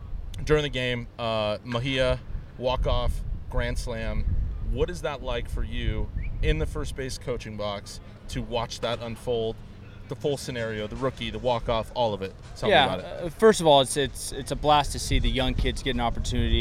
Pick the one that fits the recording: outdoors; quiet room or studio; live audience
outdoors